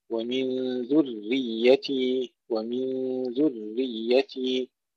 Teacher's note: ضم الذال جيدا وترقيق الراء وتشديدها وتشديد الياء